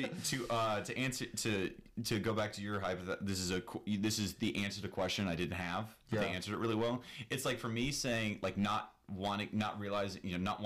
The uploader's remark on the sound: sorry for the audio quality we get kinda loud